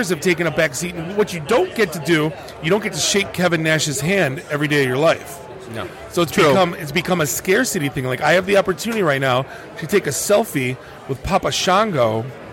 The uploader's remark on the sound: Live from Astronomicon